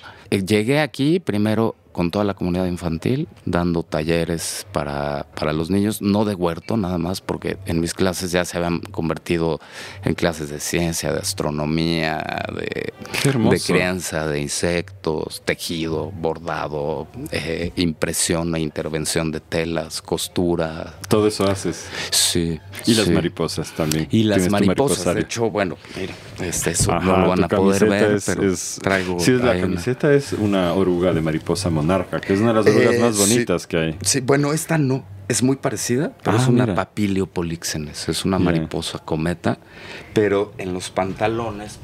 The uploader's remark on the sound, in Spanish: Notas regenerativas desde el Festival FAMA.